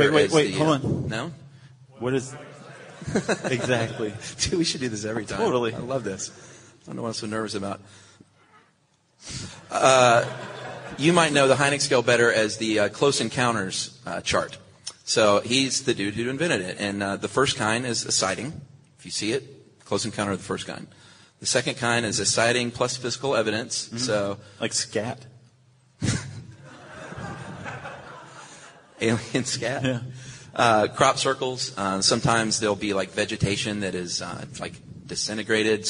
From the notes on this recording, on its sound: SYSK Live from SXSW. Ditch the studio and head west -- south by southwest, in fact -- to record a live podcast in Austin, Texas.